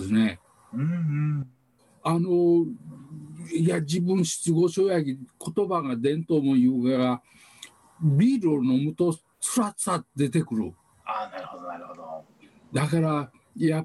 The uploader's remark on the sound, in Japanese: オンライン新年会をおこないながら収録しました。